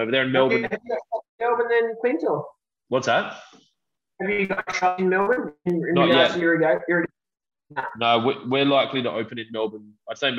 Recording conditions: drop-outs